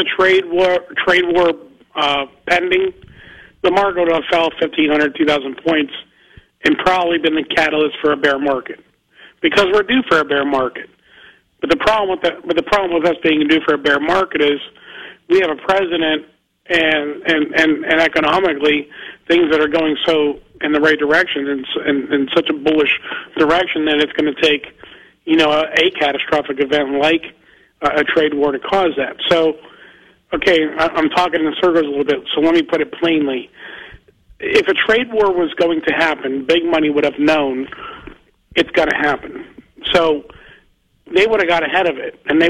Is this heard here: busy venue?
no